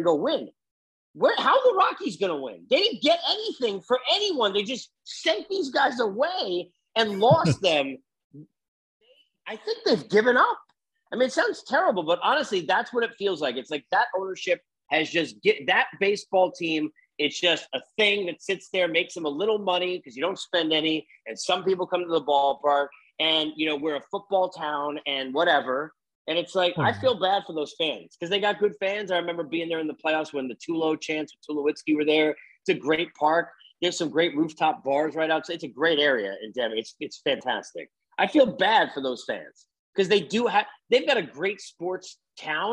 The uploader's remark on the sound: Zoom had a time limit, it ran out.